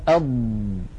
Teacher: الذي يحدث هو أن الضاد مكان اتكائها وضغطها هو هاتين المنطقتين، حافة اللسان اليمنى واليسرى، ولكن أيضا بقية أطراف اللسان تشارك، ولكن لا ليس عليها اتكاء وضغط. · Term: حرف الضاد